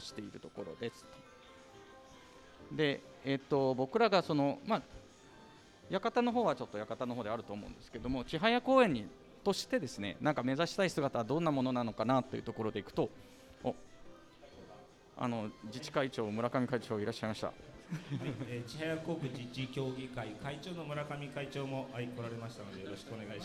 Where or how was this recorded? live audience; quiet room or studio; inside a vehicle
live audience